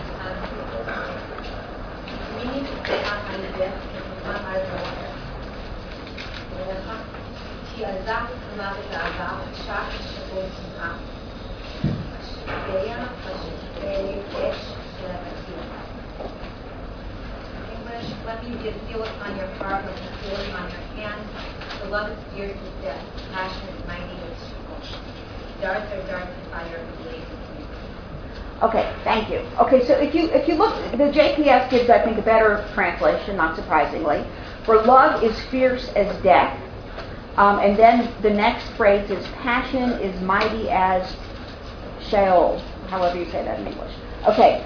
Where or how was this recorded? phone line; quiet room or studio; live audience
live audience